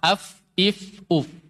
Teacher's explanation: Gusi gigi seri atas, gigi kelinci atas ditempelkan kepada bibir bawah bagian dalamnya. Fa, ini makhraj huruf fa.